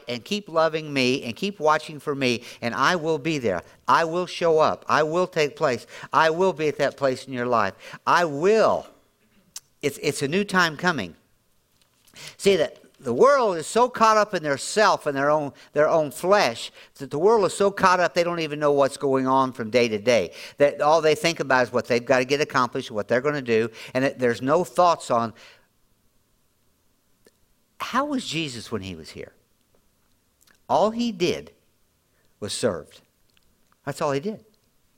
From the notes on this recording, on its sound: Audio podcast from Grace Church on 7-23-2023